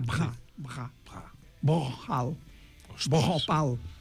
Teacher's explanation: a més de fer l'oclusiva tal com la fem en català, al darrere hi havia una aspiració · almenys en sànscrit això era una B amb aspiració · Term: oclusives aspirades